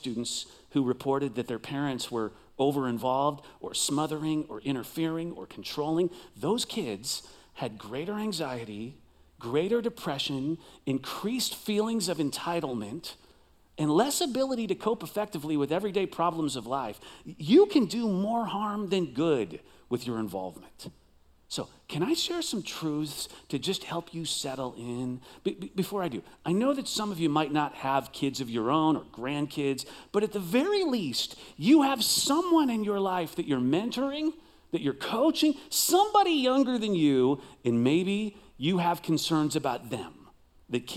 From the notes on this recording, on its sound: Recorded live at CrossWinds Church